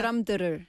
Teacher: that's a quick exchange of the tongue from the D to the R, and it sounds like the R